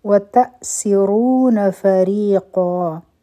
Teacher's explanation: باندې به قلقلا کو لو حرفي مد دا دی وتأسرون فریقا په حمزه باندې سکون دی جټکه به ورکو په سین کې به د سیټي آواز وي را به غټه